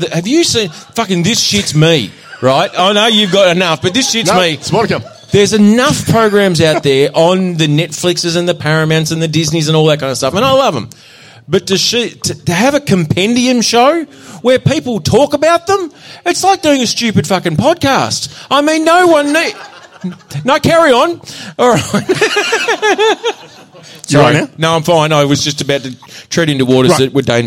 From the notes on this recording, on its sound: It's the first half of our latest Live Show.